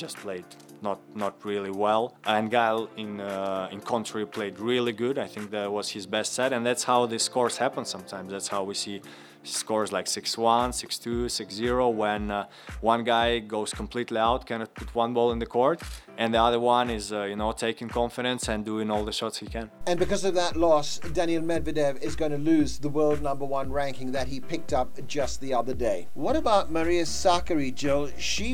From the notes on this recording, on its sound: live analysis and insights from the Indian Wells Tennis Garden